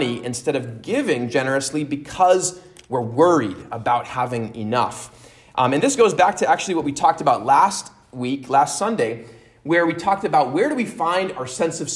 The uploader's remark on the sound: at Immanuel Lutheran Church in Pasadena, CA